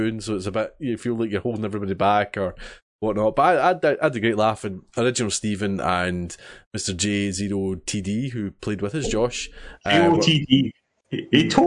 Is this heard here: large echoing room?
no